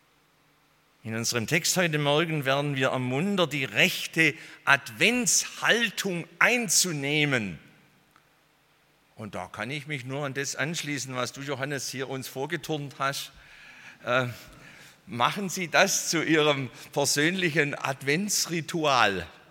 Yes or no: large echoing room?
yes